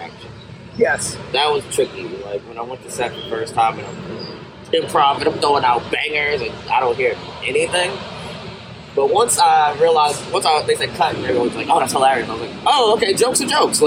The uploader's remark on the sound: Apologies for the audio, the main mix got lost in the mix